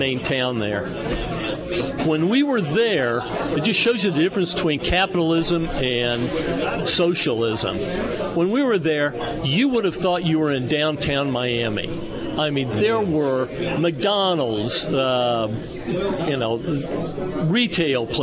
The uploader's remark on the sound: live at Scramblers Diner for Heroes Breakfast